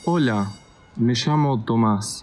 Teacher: one of the characteristics of Argentinian Spanish is to pronounce words like llamo and yo with a kind of sh sound